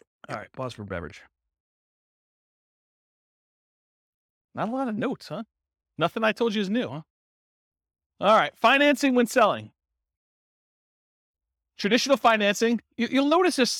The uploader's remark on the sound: This was a live class recorded. Real estate investors and real estate entrepreneurs in Austin, Texas.